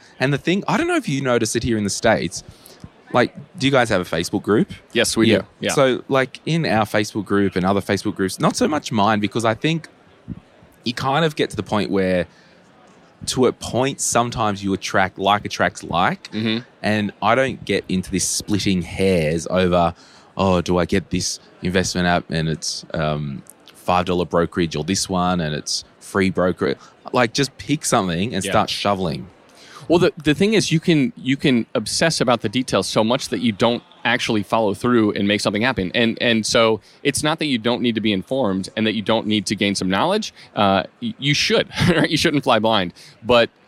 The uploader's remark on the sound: This was recorded at FinCon22.